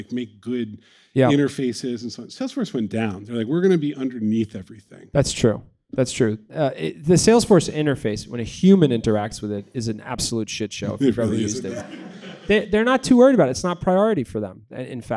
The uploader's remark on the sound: Sit down with a live studio audience.